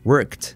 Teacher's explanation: fíjate que es ed, pero lo que vamos a hacer es siempre pensar en una t